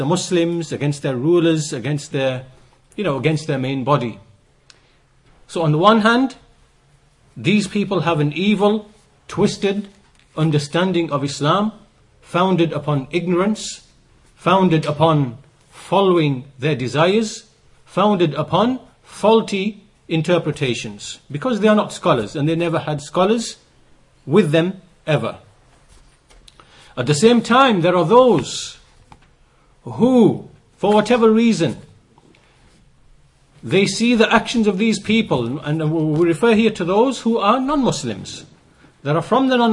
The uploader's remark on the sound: Lectures delivered in Masjid as Sunnah, Bradford.